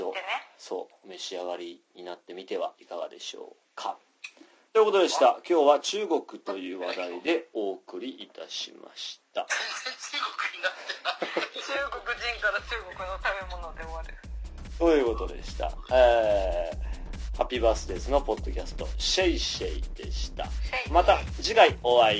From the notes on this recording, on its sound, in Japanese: 中国大陸で生活する3人の日本人がお送りするPodcastです。We chatという通話ソフトでの収録のため、褒められた音質ではありませんがご了承ください。